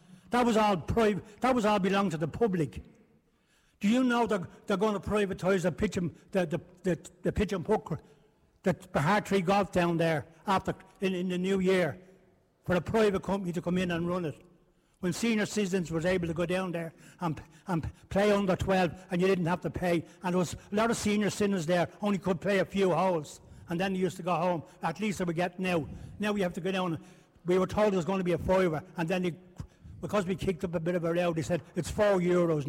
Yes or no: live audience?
yes